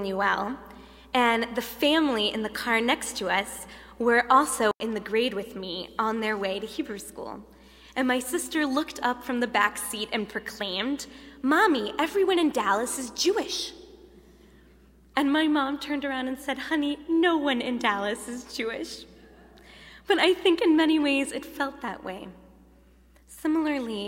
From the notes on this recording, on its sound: Delivered at The Late Shabbat at Temple Emanu-El on 7-8-2011